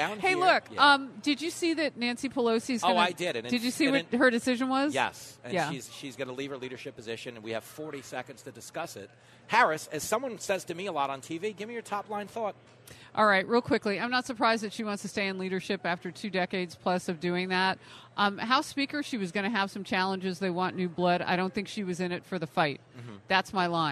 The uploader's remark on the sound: Plenty of radio madness live from the Hard Rock in Hollywood. Mingling around the Hard Rock. Broadcasting live from the Patriot Awards in Hollywood, FL.